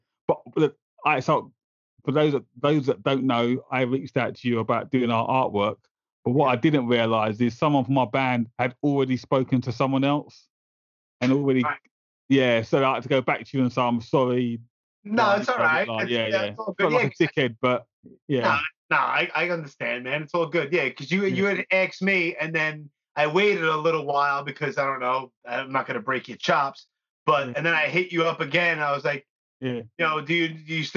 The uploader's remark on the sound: We had a lengthy conversation via Skype